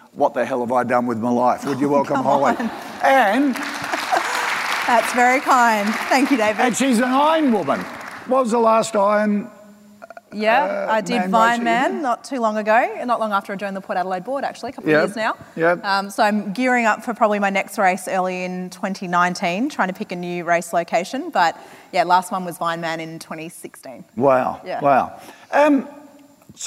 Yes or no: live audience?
yes